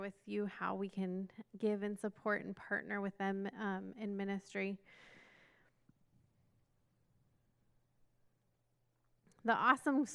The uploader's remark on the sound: This message was recorded at a Sunday service